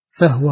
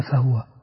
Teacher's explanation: أسكنت الهاء لأن قالون والبصري والكسائي يسكنها · Shown in: first take